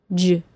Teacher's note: Since the J sound is a voiced CH sound, it should not surprise you that the J sound begins by stopping the air in the tongue in the same position as the D sound, j. With the J sound, just like with the CH sound, the stop is released with friction.